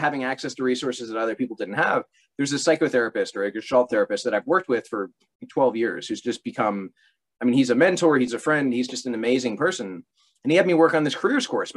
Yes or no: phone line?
no